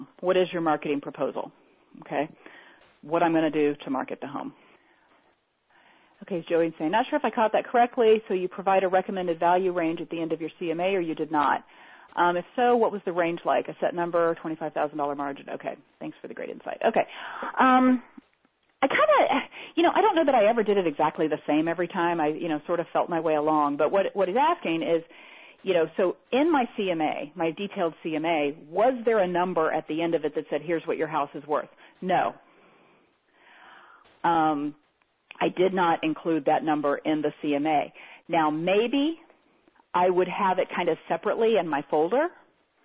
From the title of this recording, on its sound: Teleseminar Recording